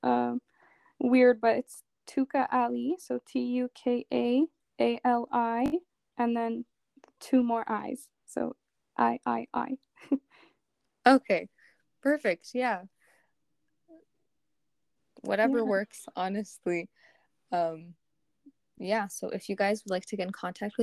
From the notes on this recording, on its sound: I apologize in advance for the technological glitches you might hear. I've definitely learned my lesson about recording with others!